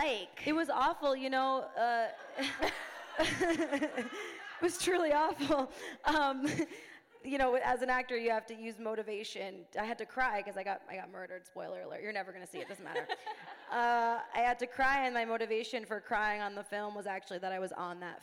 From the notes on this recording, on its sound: Join the packed crowd. Special episode recorded live at Wanderlust Hollywood!